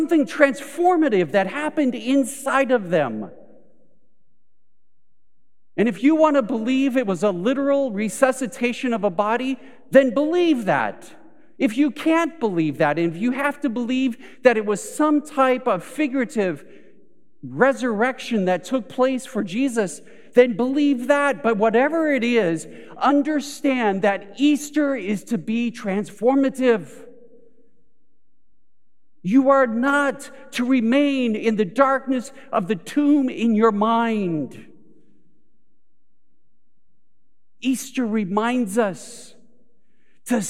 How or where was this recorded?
large echoing room